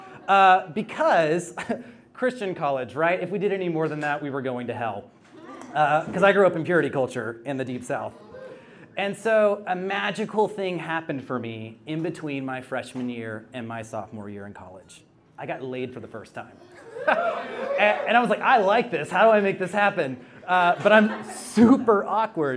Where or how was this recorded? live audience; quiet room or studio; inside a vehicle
live audience